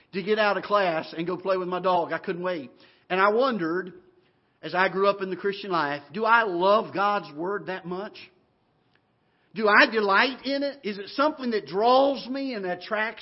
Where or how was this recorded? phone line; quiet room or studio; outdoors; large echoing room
large echoing room